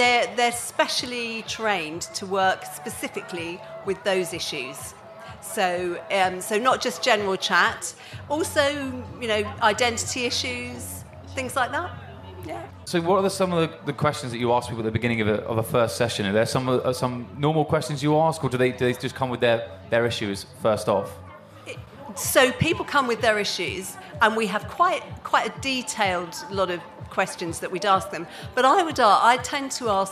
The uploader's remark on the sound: (Live at Latitude 2022). Their first ever live recording of the podcast that they performed at Latitude 2022.